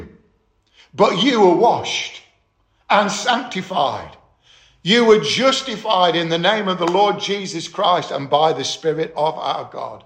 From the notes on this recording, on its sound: Estuary Elim Church Rayleigh Morning Service.